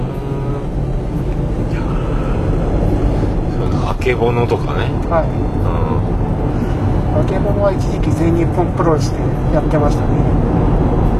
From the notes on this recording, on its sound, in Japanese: 送ってもらいながらの収録です。オルネポ奇跡の愛知県ラスト配信。